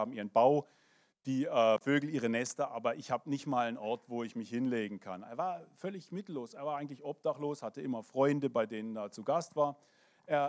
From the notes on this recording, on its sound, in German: 2023 in der Gemeinde Kaleo Schopfheim aufgenommen.